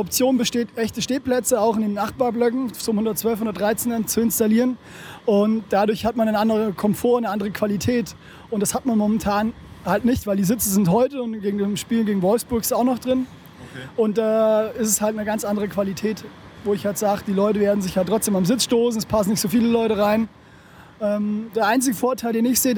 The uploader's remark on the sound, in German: Am vergangenen Heimspiel gegen Hannover wurde erstmals die freie Blockwahl getestet. Wir waren live in der Südkurve und haben uns die Sache mal direkt angeschaut und zahlreiche Interviews mit Fans.